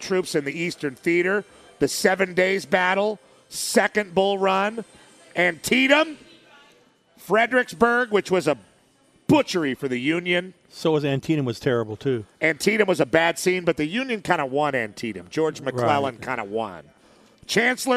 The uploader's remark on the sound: LIVE from The Breeders Cup at Santa Anita Park